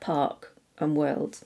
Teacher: in British English, we don't pronounce the R if it has a consonant afterwards, like park and world. · Term: non-rhotic